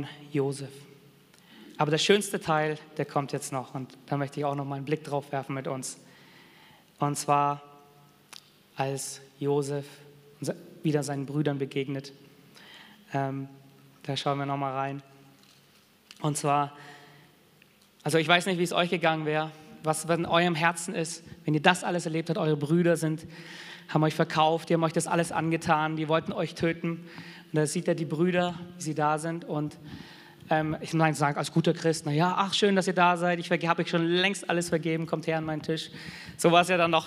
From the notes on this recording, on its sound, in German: Sonntagsgottesdienst.